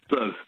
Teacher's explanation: It's a schwa in the middle, even though it's U-R, blurb. Well, if I say it quickly, it's blurb.